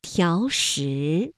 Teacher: 衙署。那请大家注意一下啊，像条石这样两个二声字连读应该怎么变调呢？我们说声音的声调分为五度，一二三四五，那么二声呢应该这样读，三五条石。那本来两个相连呢还应该是两个三五啊，但是呢考虑到连读需要变调，那么第一个字就读成了三四，第二个依旧读三五